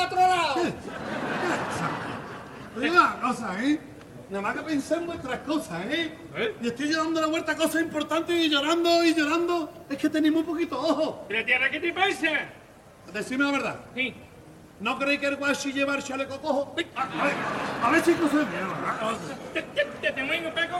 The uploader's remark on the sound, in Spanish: En la final del COAC 2024. En directo desde el Gran Teatro Falla de Cádiz, escucha la retransmisión del Concurso Oficial de Agrupaciones Carnavalescas del Carnaval de Cádiz 2024 en Onda Cero Cádiz.